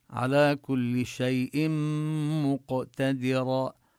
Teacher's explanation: وشيء هذا التنوين الذي فيها يدغم بالميم بعدها، وضع الشدة على الميم علامة أن النون تدغم فيها.